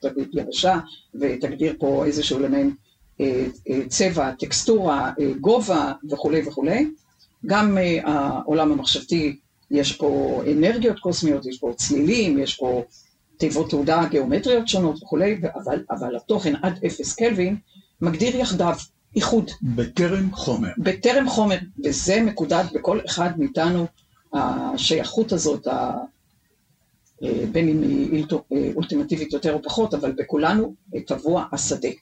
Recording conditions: poor sound quality